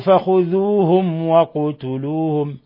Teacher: ميم ساكنة جاء بعدها الواو إظهار شفوي، بل هو من أشد حالات الإظهار الشفوي